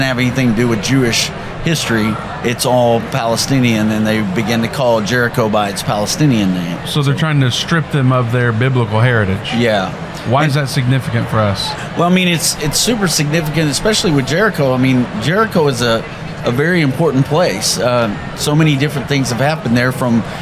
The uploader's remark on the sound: LIVE from Indy. We are doing the show LIVE from the Indiana Convention Center in Indianapolis, Indiana.